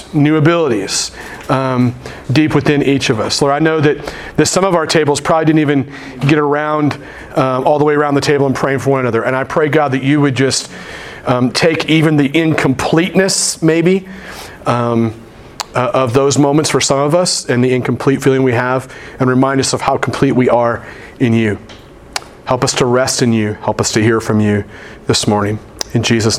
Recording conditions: large echoing room